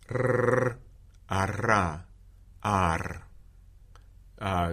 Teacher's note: I'm probably trilling it longer than it might occur in language.